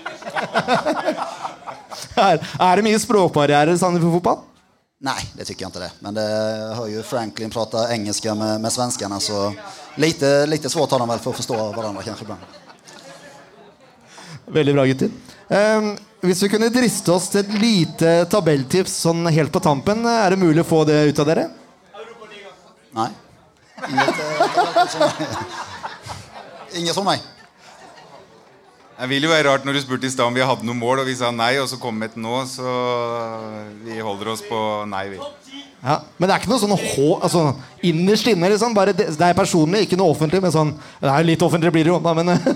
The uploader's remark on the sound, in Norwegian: Live fra Sandefjord Fotballs Kick Off 2023!